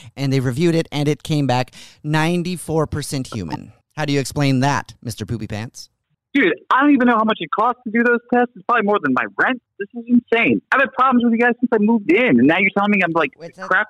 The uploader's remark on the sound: phone prank style